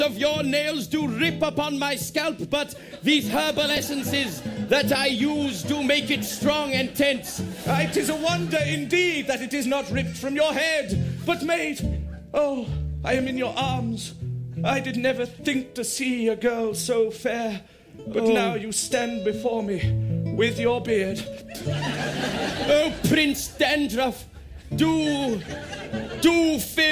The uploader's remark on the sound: Live on BBC Radio 6 Breakfast. The BBC kindly (and unwisely) let us have a bash at the airwaves, unleashing our improvised mayhem on a live audience at the Edinburgh Festival.